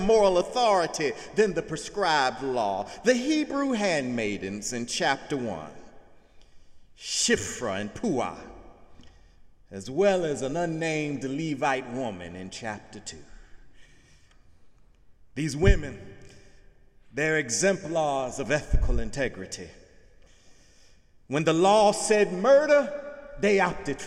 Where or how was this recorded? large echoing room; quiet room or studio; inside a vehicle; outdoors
large echoing room